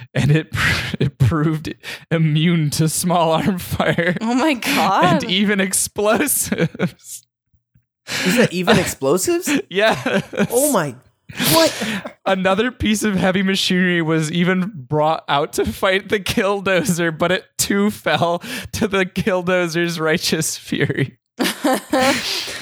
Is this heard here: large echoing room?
no